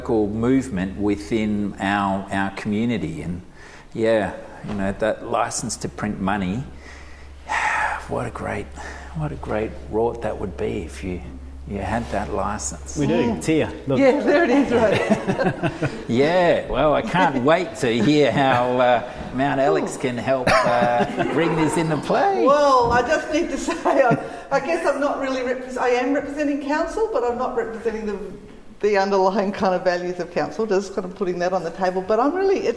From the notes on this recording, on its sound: this episode shares audio from a panel discussion that was part of the original exhibition and social experiment